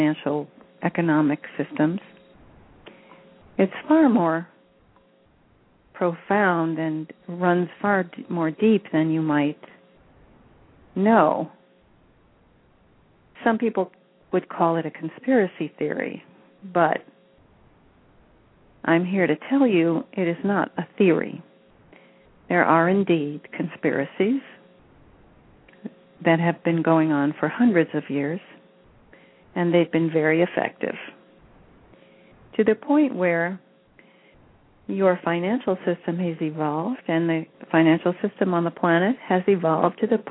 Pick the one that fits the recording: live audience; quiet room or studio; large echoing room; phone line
phone line